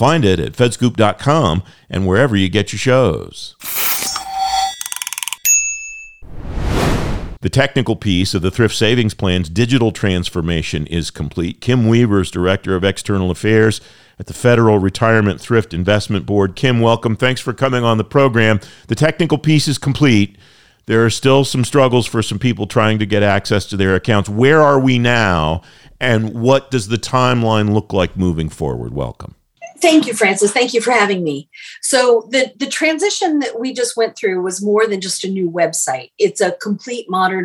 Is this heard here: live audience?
no